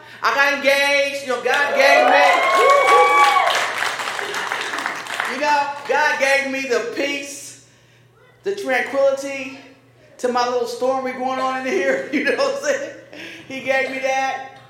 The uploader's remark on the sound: This sermon was delivered at Paradox on Saturday, April 15, 2023.